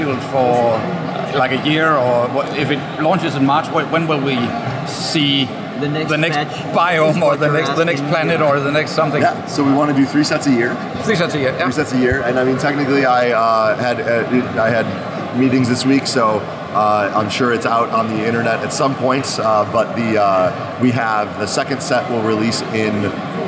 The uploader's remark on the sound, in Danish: Interviewet er optaget på Spiel 2023